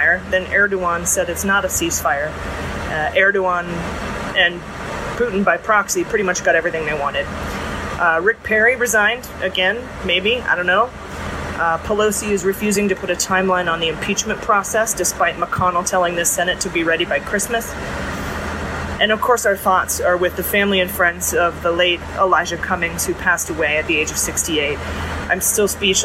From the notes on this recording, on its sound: Recording a mini beans voice memo a mile high in a airplane lavatory. We were stuck on the tarmac for over an hour so we aren’t going to get in until late, so here we are.